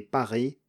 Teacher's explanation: So it's an unaspirated P, which kind of almost sounds like a B for us